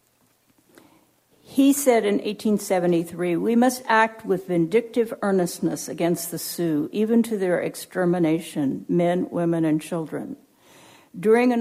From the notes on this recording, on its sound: Recorded at Simon Fraser University.